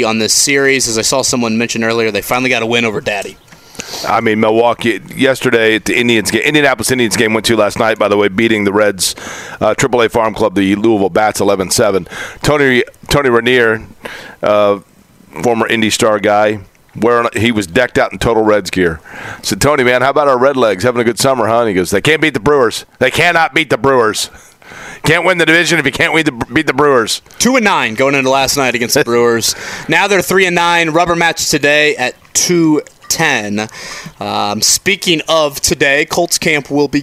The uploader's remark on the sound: LIVE AT COLTS CAMP!